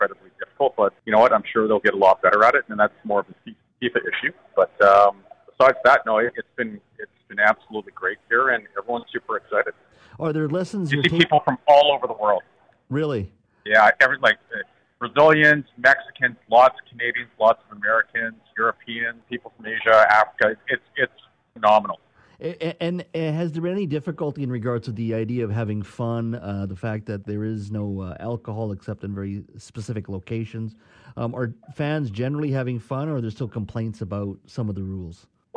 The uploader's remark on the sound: Joins us live from the World Cup in Qatar. While at the Canada vs Belgium game!